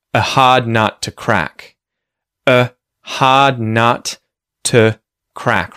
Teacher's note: So, as soon as the word a or even an is in a phrase, we often reduce that and just use the schwa sound in the place of a or an.